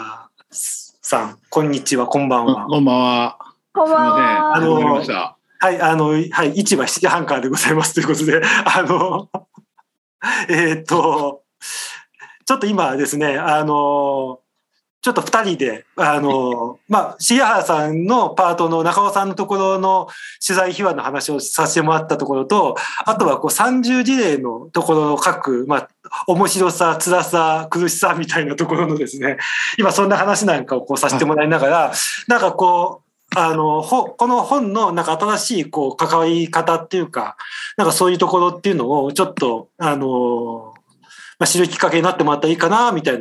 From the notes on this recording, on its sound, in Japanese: みんなでつくる中国山地百年会議 の会員限定で開かれる 市 （オンライン交流会）での公開収録。